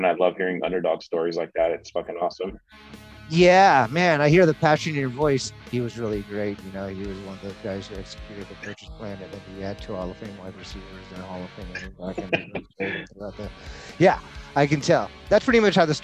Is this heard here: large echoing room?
no